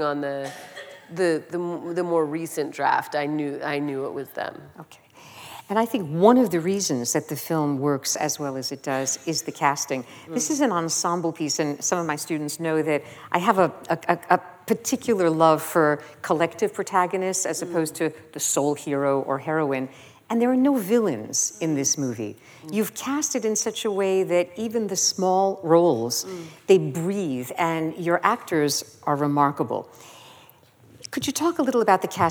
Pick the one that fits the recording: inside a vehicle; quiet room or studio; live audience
live audience